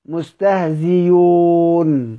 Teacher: إبدال المضمومة بعد كسر ياء